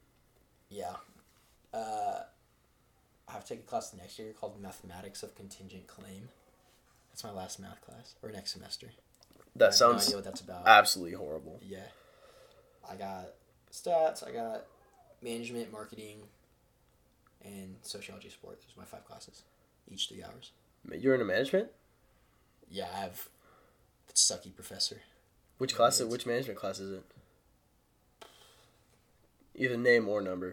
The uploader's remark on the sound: Sorry for the horrible audio our recording equipment is not exactly the best at the moment